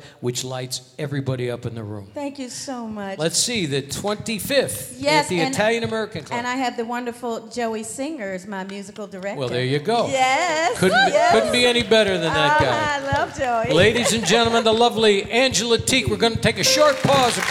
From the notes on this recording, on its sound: Live at the SouthPoint Casino